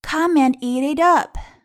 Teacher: 那么 and 的 d 可以失去爆破，那么后面的 eat it up 可以有一个连读，eat itup。好，那么内容呢，我们就讲到这儿。那么现在我们来说一说拓展。那么我们一说到拓展呢，那么这一本书也是一样，我们可以做一些手工。那么星期一到星期天，我们可以做成字卡。如果孩